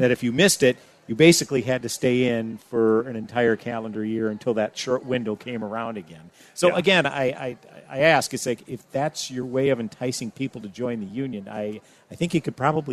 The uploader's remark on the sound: Live From MN State Fair